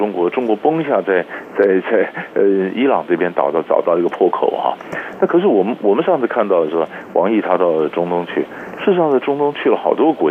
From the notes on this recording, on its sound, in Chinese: 連線訪問。